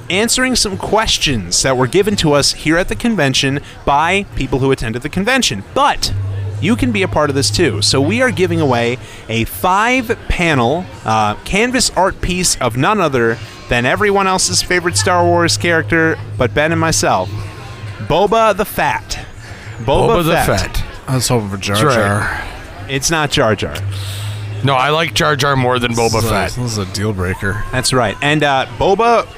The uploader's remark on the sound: Live from LincCon 2018. The guys returned to Merrill, WI for the annual LincCon event, and this time they brought the microphones!